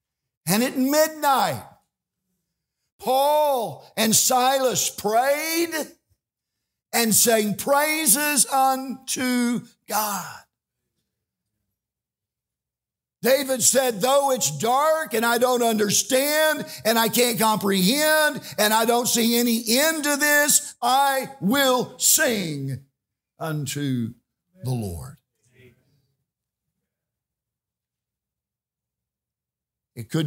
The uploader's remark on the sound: This message is from The REST Conference during the midweek meeting of Tabernacle Baptist Church.